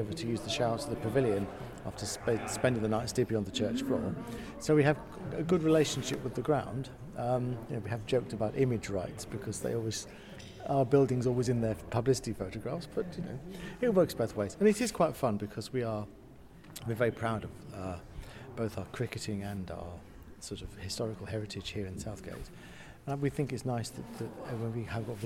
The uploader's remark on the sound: This week's episode comes live (ish) from the final of the Church Times Cricket Cup. We hear from the players, bishops, spectators, reporters, and others about this iconic C of E end-of-summer day out.